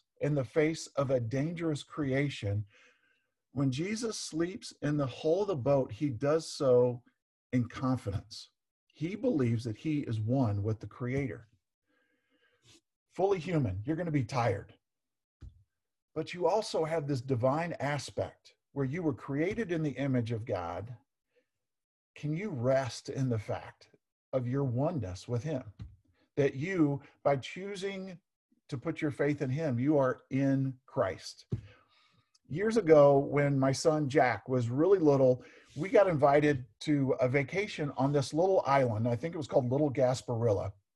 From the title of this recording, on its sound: Zoom Sunday